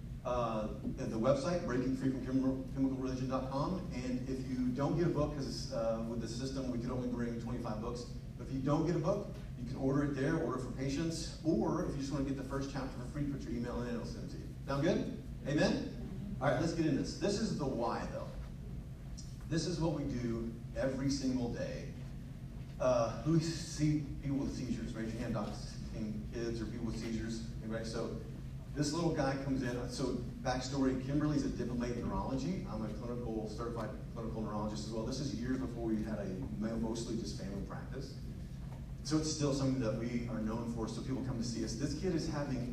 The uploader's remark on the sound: LIVE From The 2022 TCR Fall Event. Took the microphone and shared his story and message to the members of the TCR community.